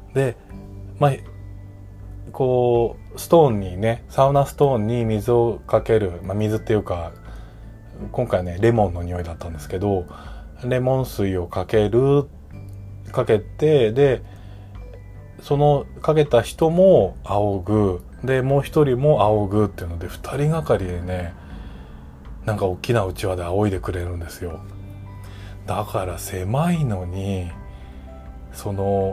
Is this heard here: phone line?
no